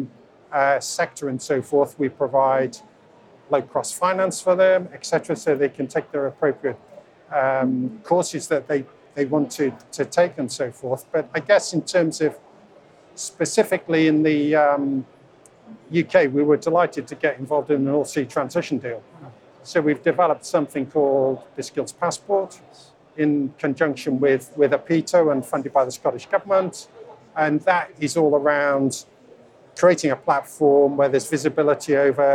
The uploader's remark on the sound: On the first day of the Offshore Europe Conference.